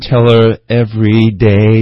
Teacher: tell 和后面的 her 这个 her 这个 h 这个音几乎也是不发的